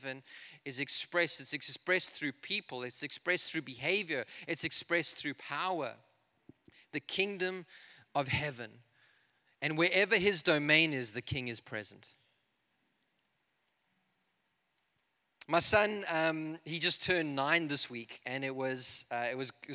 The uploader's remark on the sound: This is a message I preached in Revive Church.